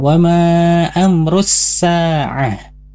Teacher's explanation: ketika dia diwakafkan, jadi misalkan wa ma amrus sa'ah berhentinya menjadi huruf ha, kalau diwasalkan menjadi ta.